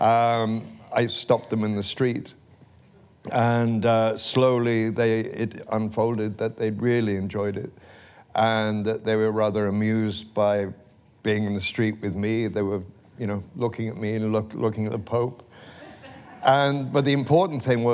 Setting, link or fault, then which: setting, live audience